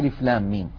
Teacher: ميم تتألف من ثلاثة أحرف، ميم مكسورة بعدها ياء ساكنة بعدها ميم ساكنة، لام آخرها ميم ساكنة، وميم أولها ميم مكسورة، فندغم الميم الساكنة في الميم المتحركة كما مر معنا في بحث سابق عن إدغام الحرفين المتماثلين إذا التقيا والأول ساكن، فينشأ مد لازم حرفي ولكنه مثقل.